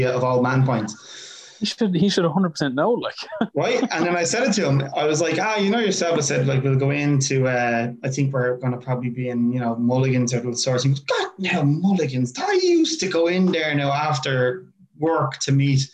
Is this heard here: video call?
yes